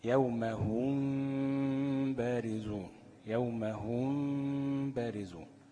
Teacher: بغنة حركتين مع إخفاء الميم الساكنة. وقلنا إن إحنا بنترك فرجة يسيرة بين الشفتين حتى لا تخرج الميم الساكنة من مخرجها. · سميناه إخفاء شفوي نسبة للميم، لأن مخرج الميم الشفتين، وكذلك مخرج الباء، الباء تخرج كذلك من الشفتين. ويسمى إخفاء شفويا لخروج حروفه من الشفة اللي هي الباء، مثل يوم هم بارزون.